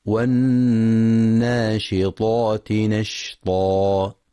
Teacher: وفي كلمة والناشطات ينتبه القارئ لتفخيم الطاء تفخيما كاملا